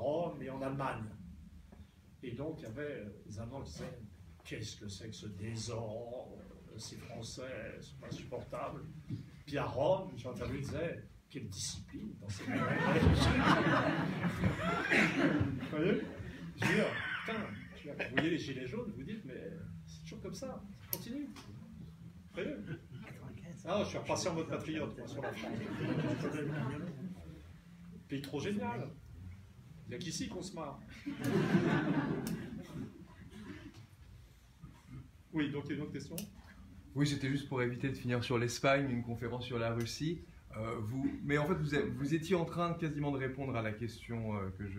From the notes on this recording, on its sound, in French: Désolé pour la mauvaise qualité sonore, la carte de mémoire du micro qui devait assurer la qualité s'est vite retrouvée saturée